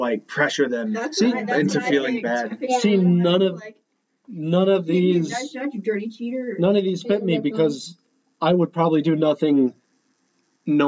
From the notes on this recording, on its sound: We had some technical difficulties during this episode, so we apologize about the audio quality this week.